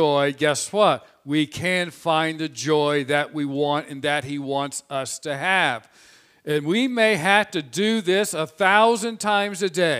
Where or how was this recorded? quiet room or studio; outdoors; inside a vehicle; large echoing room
large echoing room